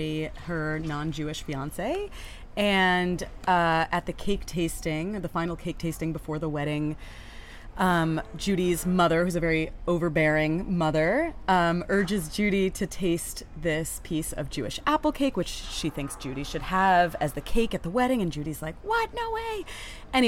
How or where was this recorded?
busy venue